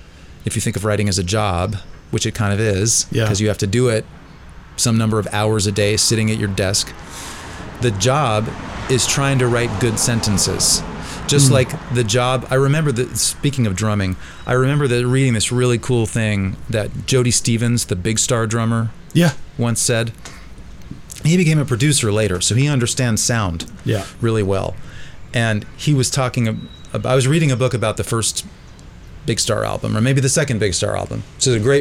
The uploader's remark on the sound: front porch in downtown Durham, which displays itself in the background of our conversation in vivid voice.